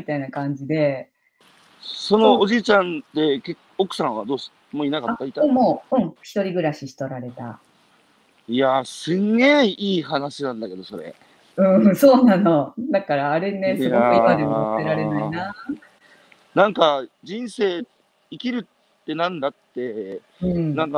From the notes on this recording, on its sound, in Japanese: 歩きながら1時間、対談する。